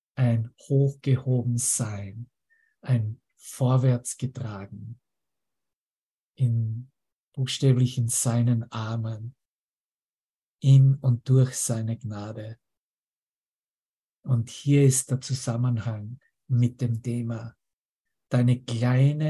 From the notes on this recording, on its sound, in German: Zoom-Session. Veranstaltet von der Aleph Akademie.